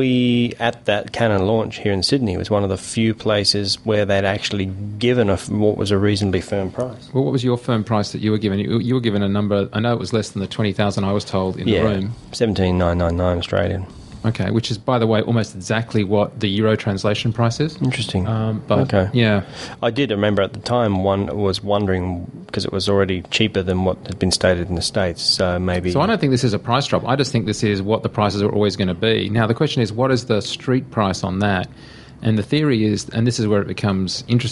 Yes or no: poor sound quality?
no